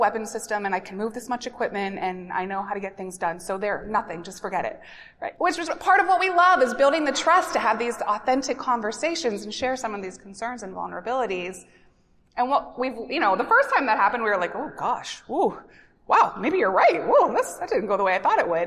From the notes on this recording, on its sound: This episode was recorded with a live audience at the 2024 NASPA Symposium on Military-Connected Students in Louisville, Kentucky.